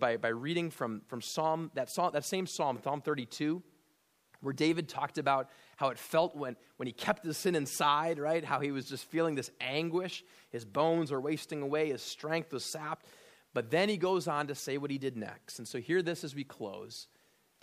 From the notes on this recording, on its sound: at Immanuel Lutheran Church in Pasadena, CA